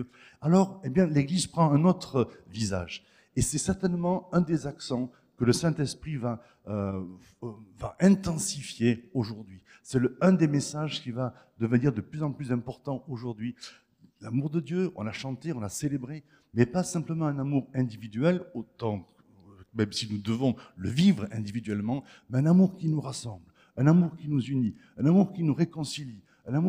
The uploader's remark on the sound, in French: Enregistré à l'église CVV, le 26/03/2023